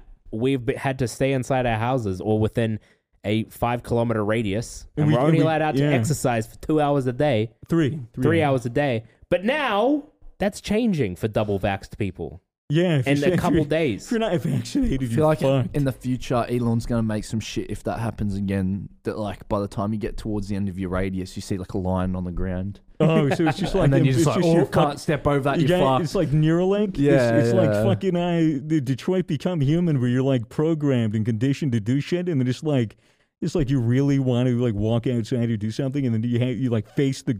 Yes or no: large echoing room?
no